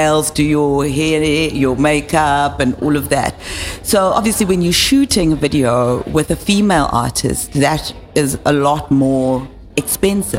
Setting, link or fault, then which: setting, busy venue